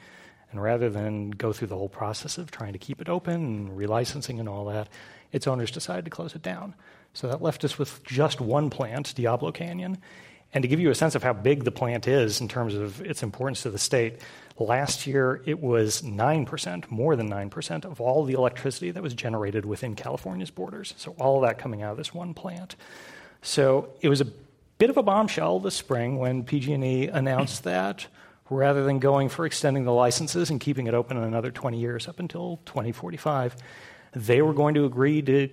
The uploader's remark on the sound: This program was recorded in front of a live audience at the Commonwealth Club of California on August 9, 2016